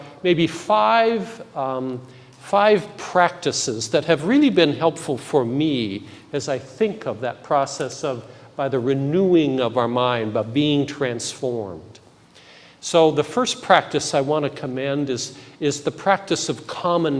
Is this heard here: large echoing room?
yes